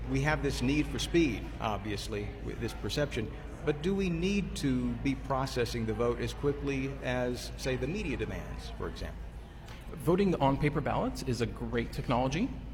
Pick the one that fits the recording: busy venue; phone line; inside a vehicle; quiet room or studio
busy venue